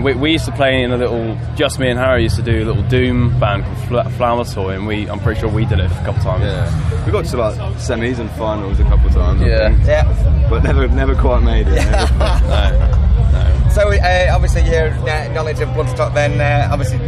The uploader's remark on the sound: TURS All Talk at Bloodstock 2022